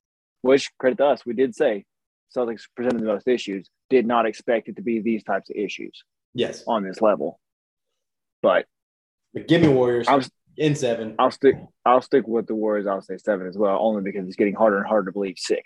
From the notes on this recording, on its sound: We apologize for the audio we had to use Zoom for this episode